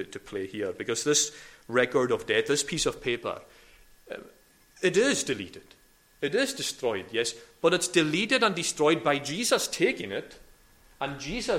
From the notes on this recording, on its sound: recorded at North Harris Free Church on Sunday morning 20th February 2022